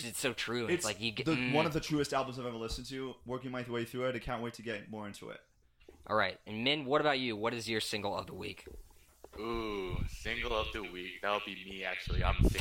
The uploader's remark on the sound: We apologize for the heavy breathing in this episode. We had to use a lower quality headphone mic for the Discord call which caused some audio issues.